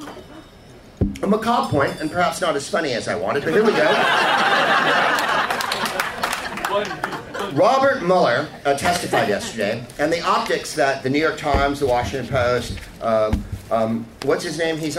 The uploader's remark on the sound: Live from the Punchline in San Francisco.